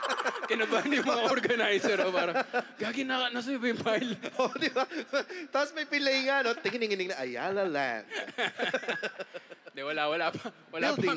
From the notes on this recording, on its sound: Hear For It! LIVE Recording. Kasi first time magkaroon ng podcast festival dito sa Pinas - Hear For It!